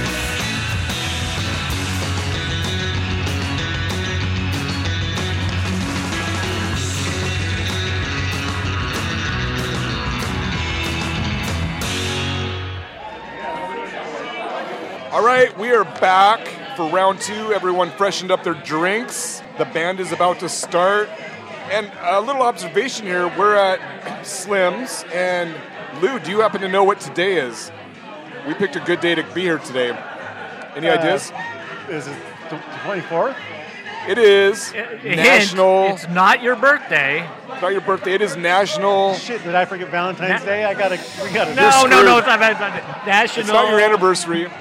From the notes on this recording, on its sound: Recorded live at Slim's Last Chance Chili Shack & Watering Hole in historic Georgetown.